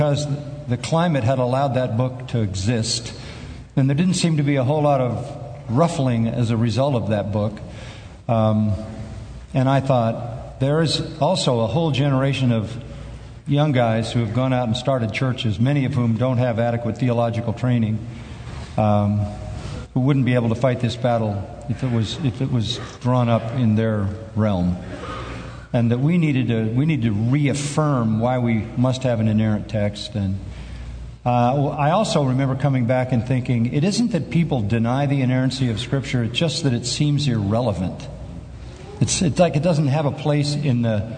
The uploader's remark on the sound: from the Shepherds' Conference - Inerrancy Summit